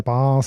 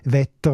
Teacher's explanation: Also das helle A in der Bas, helle E, Wetter, das klingt alles sehr Hochdeutsch noch.